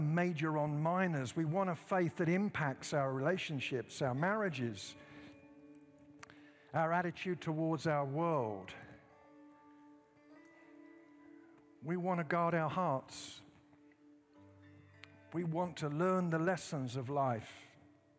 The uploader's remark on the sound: at Timberline Church